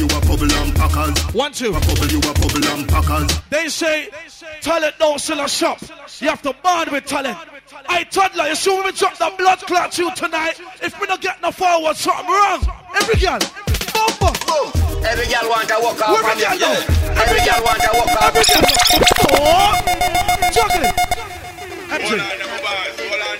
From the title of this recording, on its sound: LIVE At Skys The Limit (03 January 2015)